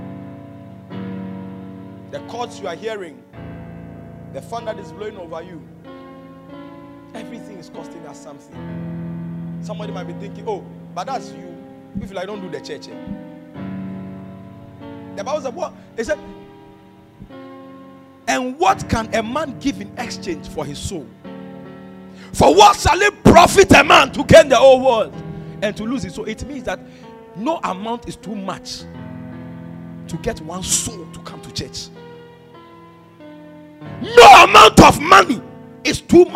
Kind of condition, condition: setting, large echoing room